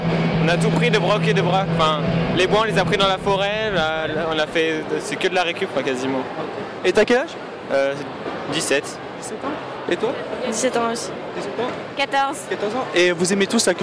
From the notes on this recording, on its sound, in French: Interview dans deux convention : La Science-Fiction Contre Attaque à Roanne 2013 et Japan Touch Lyon 2013.